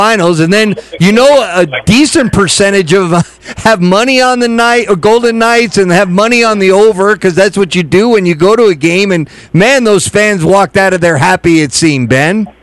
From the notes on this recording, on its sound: live from FLA Live arena